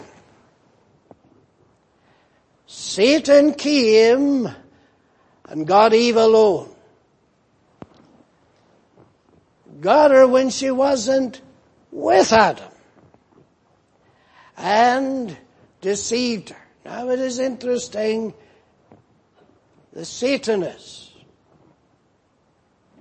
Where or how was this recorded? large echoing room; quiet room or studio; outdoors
large echoing room